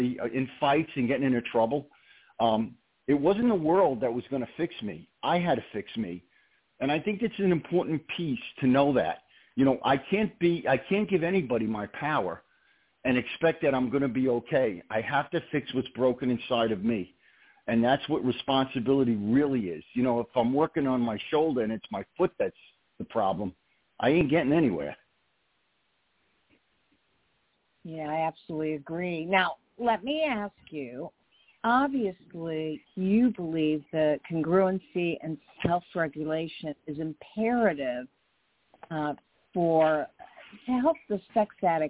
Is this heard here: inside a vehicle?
no